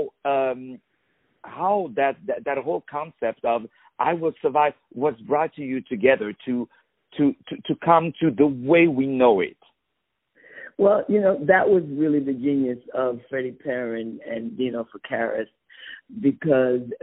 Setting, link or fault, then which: link, phone line